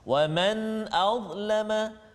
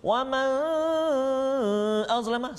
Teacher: nun mati bertemu dengan hamzah hukum dia izhalqi tak boleh dengung · Shown in: first take